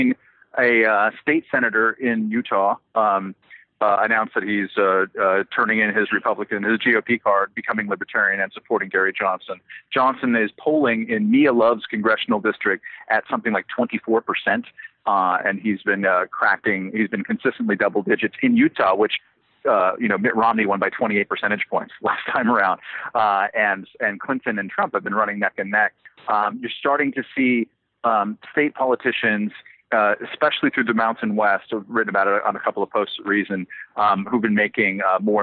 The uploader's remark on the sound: Phones in from the convention floor in Philadelphia.